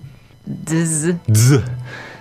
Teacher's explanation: the Z in pinyin is not just a zz sound. It's actually a DZ sound, right? Dzz.